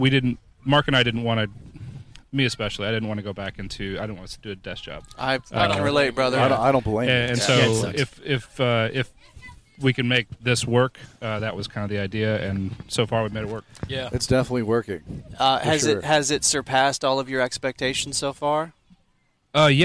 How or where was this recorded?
busy venue